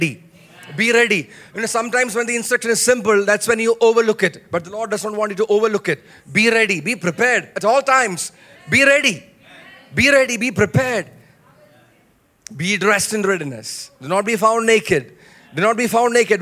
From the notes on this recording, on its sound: Message preached at the Watch Night Service on 31 December 2023 at Revelation Church.